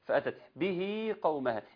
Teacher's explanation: مد طبيعي حركتين لانها صله صغرى · Term: مد صلة